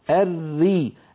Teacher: نجد بأن اللسان لم يتقعر وبأن لسان المزمار أو بالأحرى الحلق لم يتضيق كما حدث في الراء المفخمة · Term: الراء المرققة